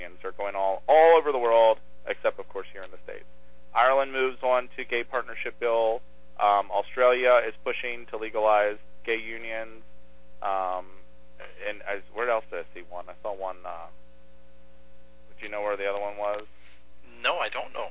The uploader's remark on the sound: had to phone in this podcast!